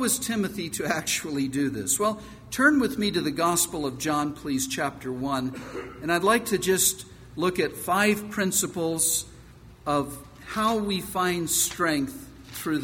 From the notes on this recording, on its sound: from the 2006 Southwest Men's Conference, Enlisted